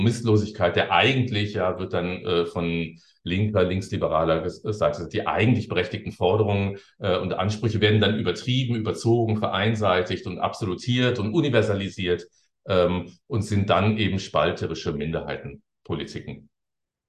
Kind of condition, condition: link, video call